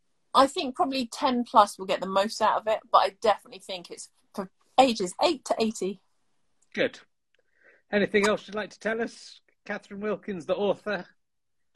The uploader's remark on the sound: This week's was actually an Instagram Live chat